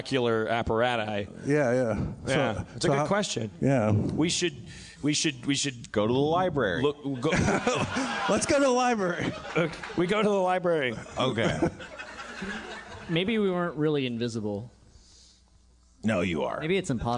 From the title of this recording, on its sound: LIVE From Magic City Comic Con